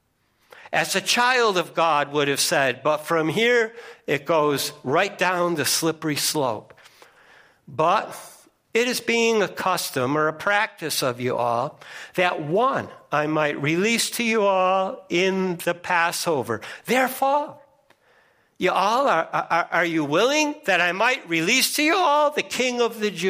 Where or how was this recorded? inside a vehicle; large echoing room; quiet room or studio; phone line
large echoing room